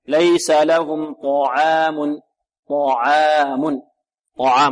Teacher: الطاء هنا مفخمة والعين ماذا؟ مرققة. البعض يرقق العين لمجاراتها الطاء، يقول ليس لهم طعام طاء، ويفخم الألف معها كذلك طعام، لا خطأ، فخم الطاء وترقق ماذا؟